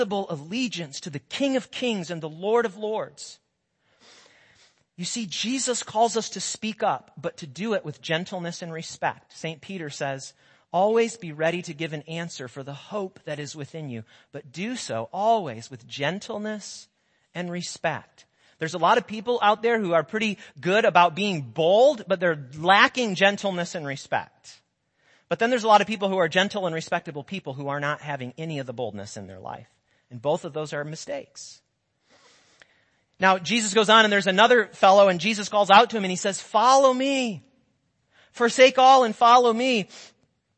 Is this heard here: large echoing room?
yes